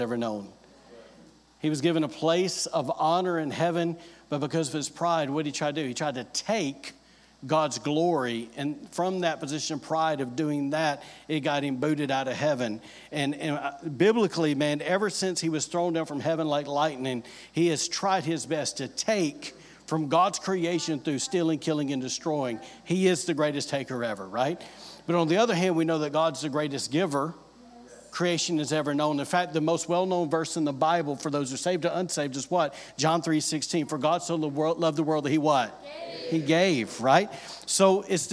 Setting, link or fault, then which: setting, large echoing room